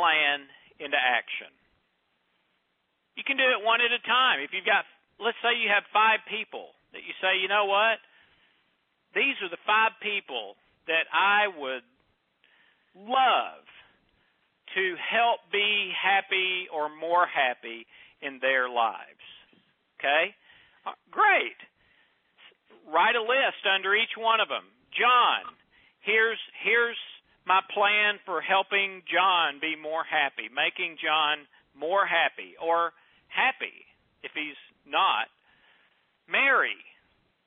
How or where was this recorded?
phone line